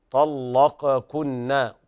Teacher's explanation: قرأ ورش بتغليظ اللام بعد الطاء